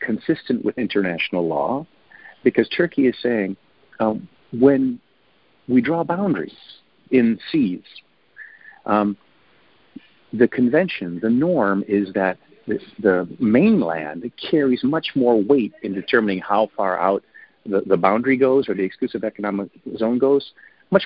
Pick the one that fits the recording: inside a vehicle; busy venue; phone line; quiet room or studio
phone line